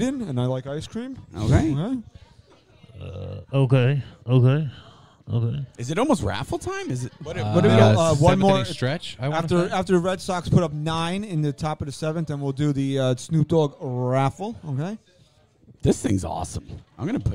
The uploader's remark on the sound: LIVE FROM LIDO'S IN NORTH ARLINGTON, NJ. LIVE from Lido's Restaurant in North Arlington, NJ, on NYY Underground.